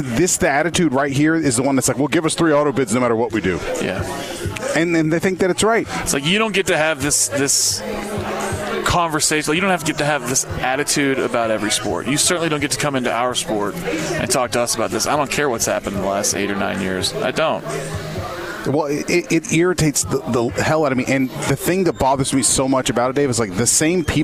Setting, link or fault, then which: setting, busy venue